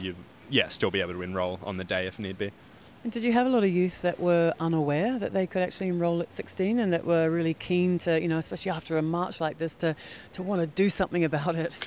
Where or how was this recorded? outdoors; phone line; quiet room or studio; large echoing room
outdoors